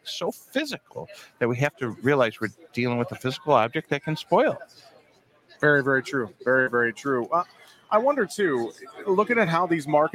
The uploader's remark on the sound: We broadcast live from Commodity Classic with the National Corn Growers Association.